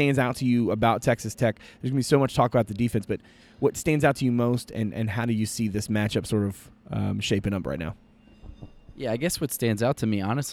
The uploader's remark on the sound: Live From the Final Four